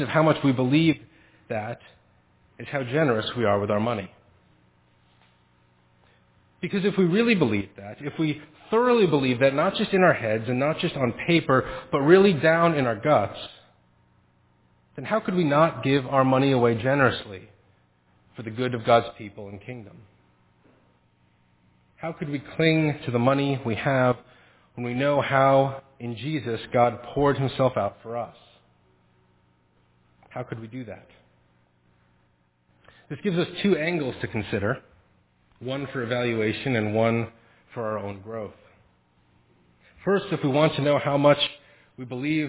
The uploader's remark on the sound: Faith Presbyterian Church – Evening Service